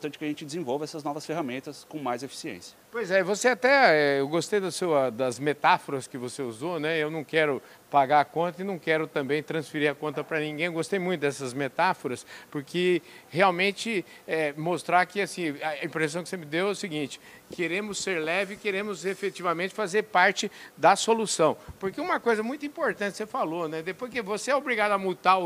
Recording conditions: busy venue